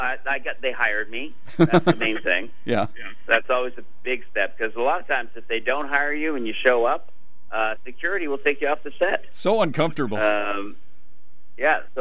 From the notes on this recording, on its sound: called